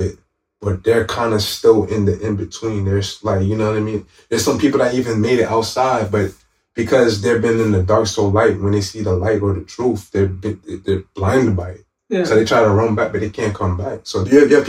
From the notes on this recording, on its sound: We ran into some technical difficulties recording this series of conversations